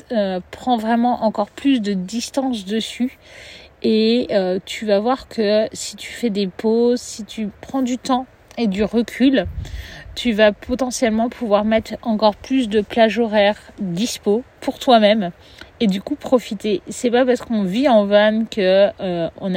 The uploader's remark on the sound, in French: L’épisode a été enregistré dans la forêt de Janas.